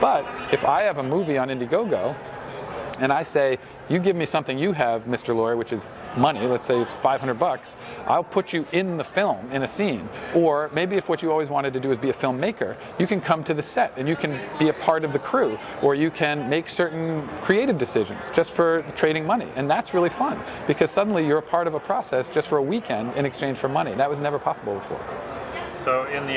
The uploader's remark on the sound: sat down with me for 10 minutes at the Grow conference in Vancouver, Canada